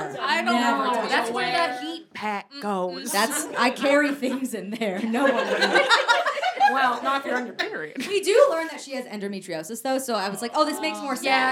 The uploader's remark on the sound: Put on their first ever live show. In front of a live audience!